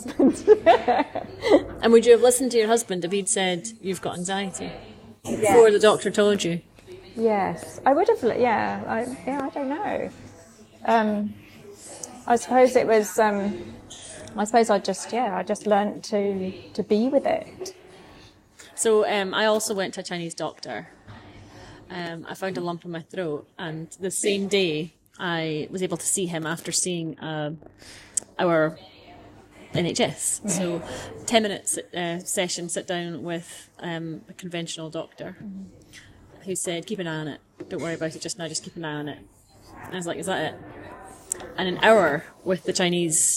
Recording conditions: background noise